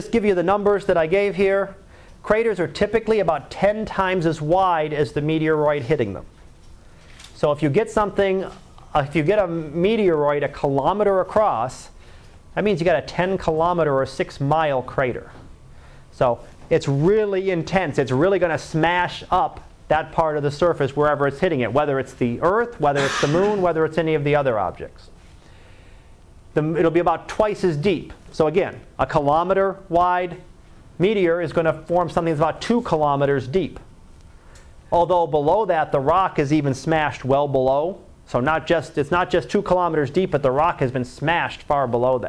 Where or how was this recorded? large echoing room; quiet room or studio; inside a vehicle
large echoing room